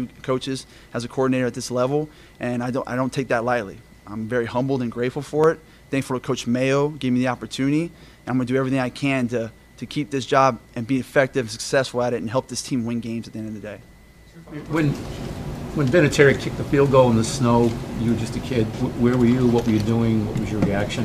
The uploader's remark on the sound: addresses the media during his press conference at Gillette Stadium